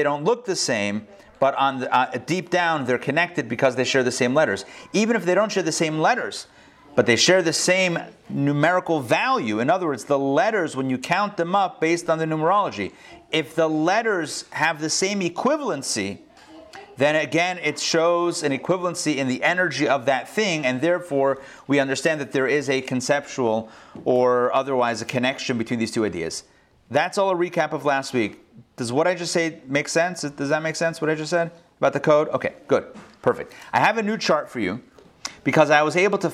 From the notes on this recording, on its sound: Recorded live in Atlanta on August 17, 2020